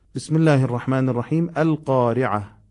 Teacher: بسم الله الرحمن الرحیم. القارعه، اگه بخوایم آغاز کنیم از ابتدای سوره، این حمزه بهش میگن حمزه وصل، باید فتحه بهش بدیم